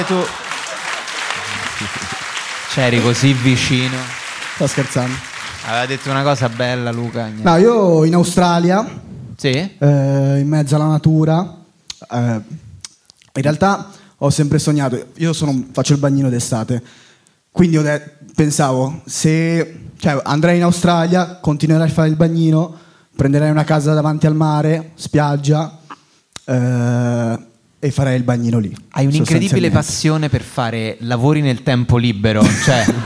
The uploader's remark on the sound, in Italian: Live dal teatro Franco Parenti di Milano. Con gli aneddoti variegati del pubblico milanese.